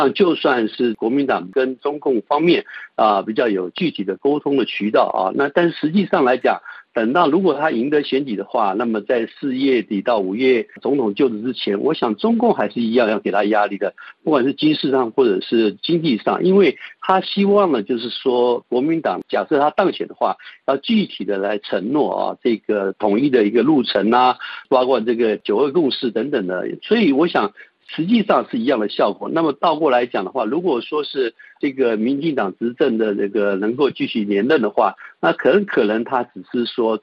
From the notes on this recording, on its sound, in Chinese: 接受本台电话采访